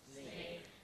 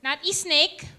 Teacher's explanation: It starts with the S, not with the I. · Shown in: first take